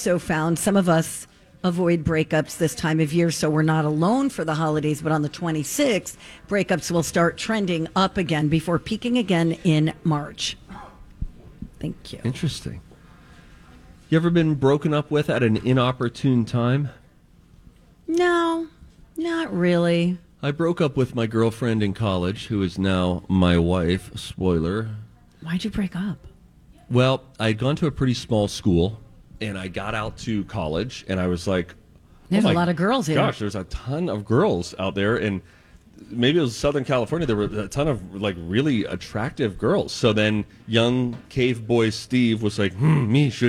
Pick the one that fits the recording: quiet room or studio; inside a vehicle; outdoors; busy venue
busy venue